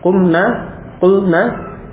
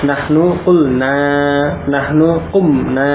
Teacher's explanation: Nah, ini sebagai tambahan, bedakan ya, untuk yang nun jamak mu'anaf itu pendek, kumna, kulna. Adapun untuk nahnu, nun beserta alif, jadi dibaca panjang. · Shown in: second take · Nahnu kulna, nahnu kumna.